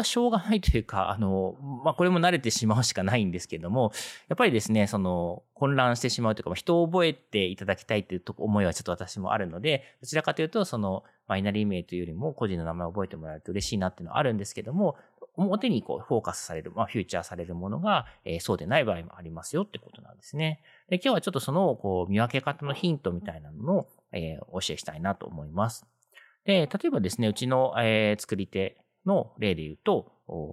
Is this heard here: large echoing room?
no